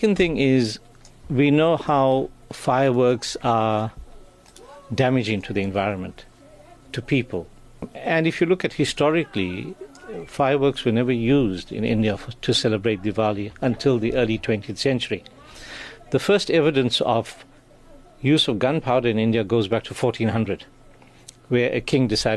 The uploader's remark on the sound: Live from the Midlands Diwali Festival.